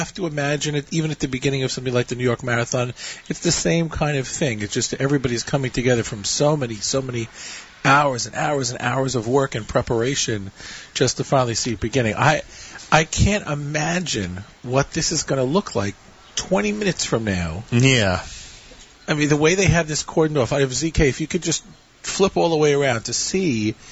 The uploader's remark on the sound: Live Remote Alert! Broadcasts Live from Bike4Chai.